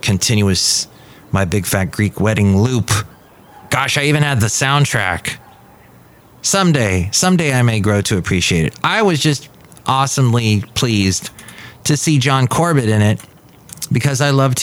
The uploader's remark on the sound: podcasts live from Café Anyway